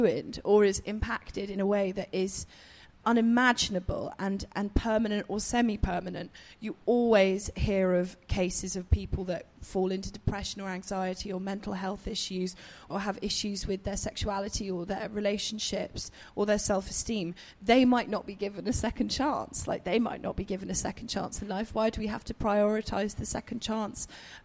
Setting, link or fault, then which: setting, busy venue